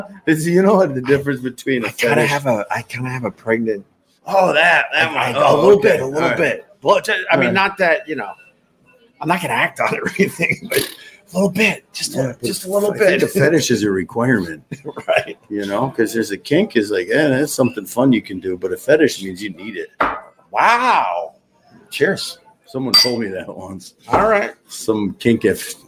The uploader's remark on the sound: Recorded at Tuesdays at Gebhards with my friend and the owner of Gebhards. Someone is crashing our livestream.